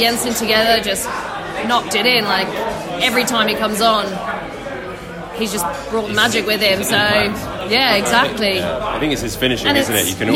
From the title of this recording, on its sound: post-match podcast from the pub